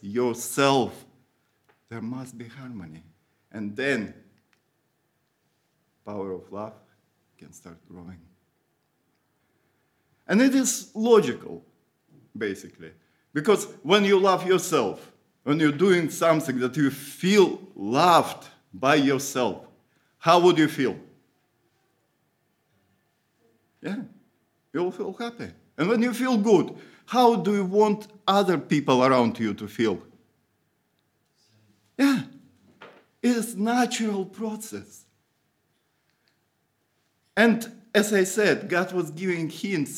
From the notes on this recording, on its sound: Audio from a sermon in Hatch End